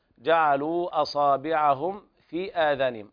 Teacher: إظهار شفوي شديد لوقوع الفاء بعد الميم الساكنة